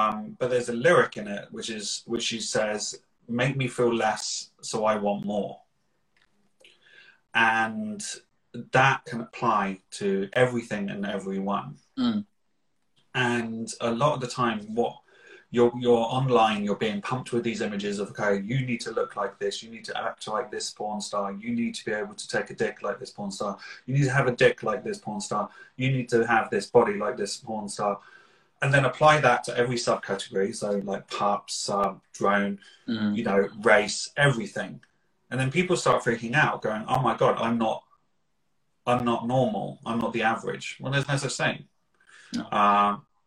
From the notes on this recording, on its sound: Recorded on 18 September 2021 on Instagram Live